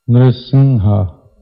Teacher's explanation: And the dot over the M means it's not exactly an M. You don't bring your lips together. It's more like a M sound.